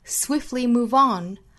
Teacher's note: swiftly 把 t 的音略掉